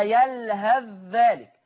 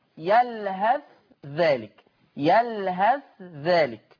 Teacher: حفص يضغم الثاء في الذال · Shown in: first take · يقرأها يلهث ذلك، لكن ورش هيبين الثاء، ما هو إظهار، يلهث ذلك، يلهث ذلك.